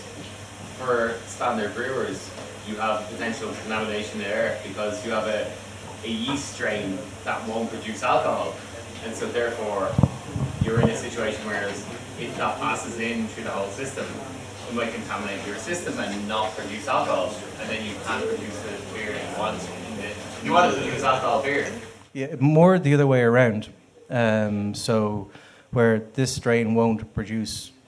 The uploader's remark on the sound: Live at The Circular. We hosted this live event in The Circular in Dublin 8. This is Part 1 of the recording of the event.